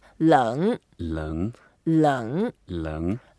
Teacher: And it's a third tone, so we have to go down a bit and up.